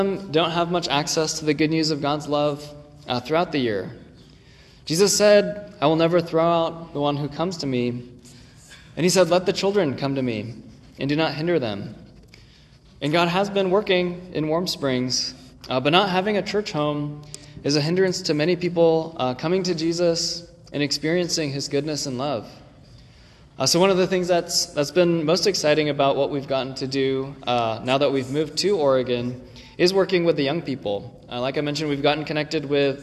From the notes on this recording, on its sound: this recording is from 11/19/23 when the same sermon was preached at Ascension Presbyterian in Hillsboro, OR.